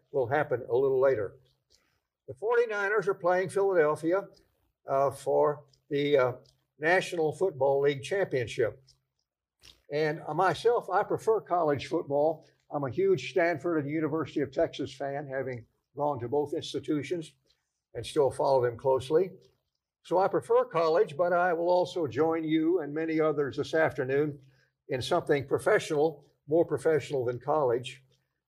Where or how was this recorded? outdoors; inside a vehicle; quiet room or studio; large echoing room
large echoing room